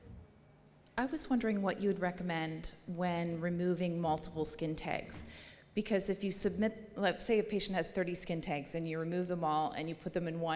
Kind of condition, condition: setting, large echoing room